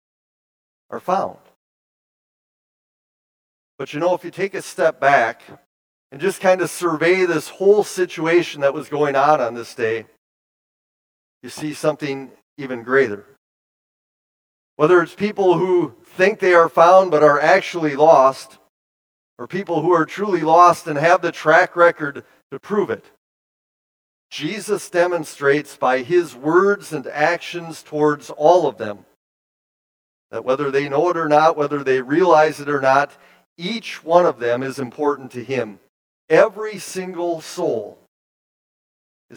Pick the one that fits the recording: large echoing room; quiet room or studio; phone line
large echoing room